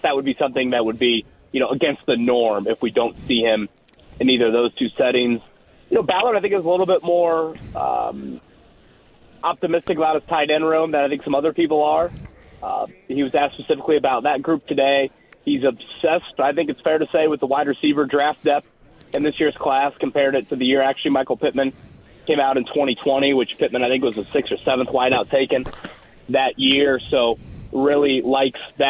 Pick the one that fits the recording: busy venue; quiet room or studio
busy venue